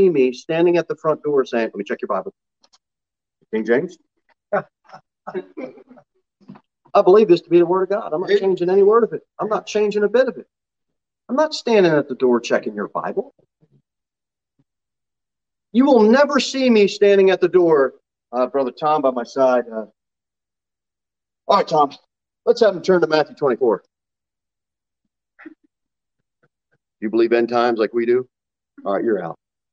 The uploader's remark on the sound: Sermon delivered at the Pilgrim Baptist Church